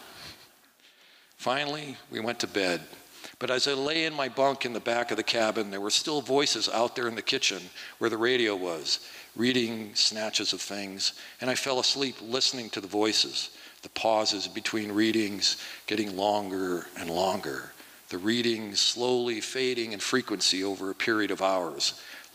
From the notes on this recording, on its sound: 2023 FPG-Liberty Theatre-Saturday Night-Third Set. From the 2023 FisherPoets Gathering. This recording was made on Saturday, February 25th, 2023, at the Liberty Theatre in Astoria, OR as part of the FisherPoetry Archive Project.